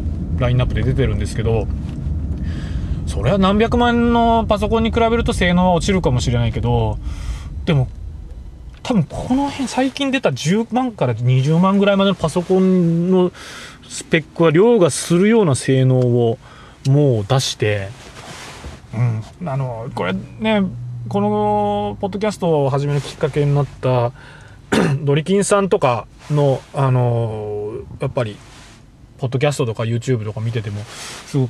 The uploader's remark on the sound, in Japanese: 福岡を運転しながら。収録の様子を録画し。